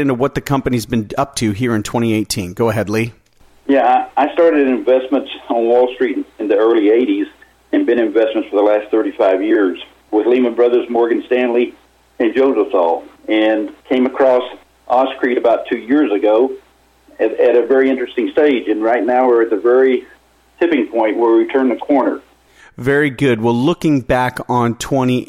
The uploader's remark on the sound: called in to SmallCapVoice